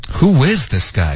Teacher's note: 重音是 is 而不是 guy